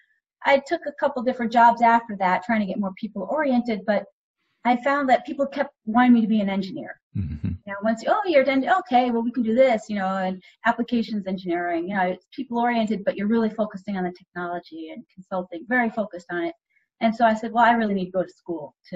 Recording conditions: video call